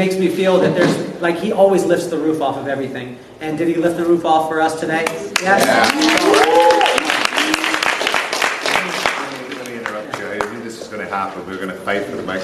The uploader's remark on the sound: LIVE FROM KCS GATHERING 2019